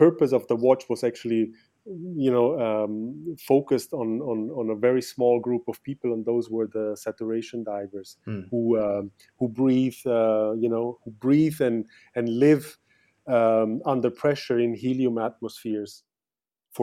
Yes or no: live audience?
no